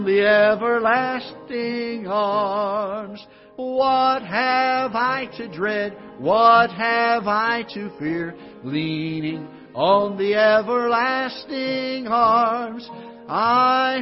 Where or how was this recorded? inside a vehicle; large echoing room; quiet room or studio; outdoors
large echoing room